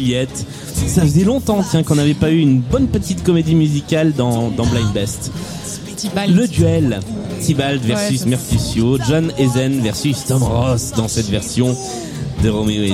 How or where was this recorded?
busy venue